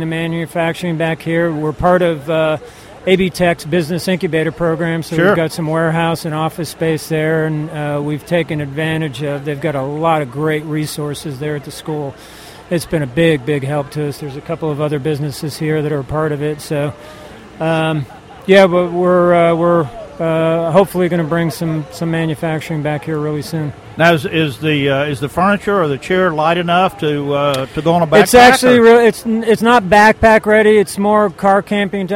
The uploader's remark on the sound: ON LOCATION. GearFest 2015.